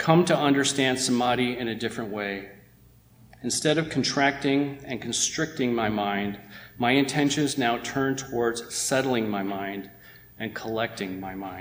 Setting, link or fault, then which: setting, large echoing room